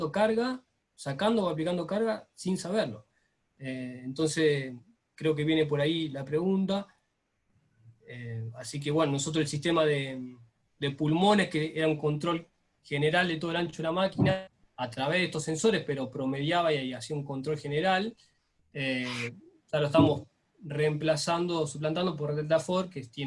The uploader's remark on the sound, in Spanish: JORNADA REALIZADA VÍA ZOOM. JORNADA REALIZADA VÍA ZOOM.